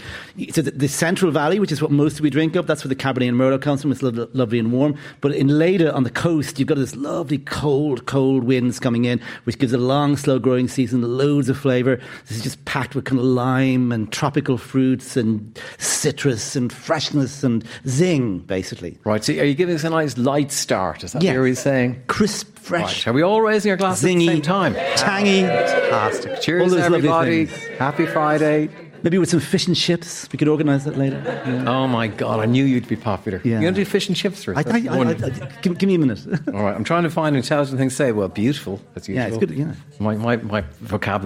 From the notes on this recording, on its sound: LIVE from Galmont Hotel Galway. LIVE from the Galmont Hotel, Galway.